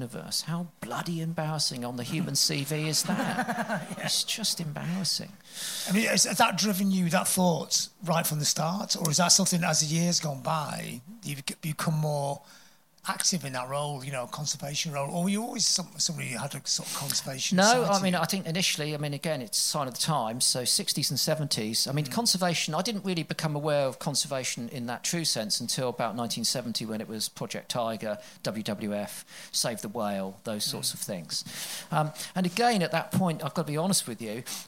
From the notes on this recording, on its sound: Plate Up! Live at COP26. Enjoy the full live recording.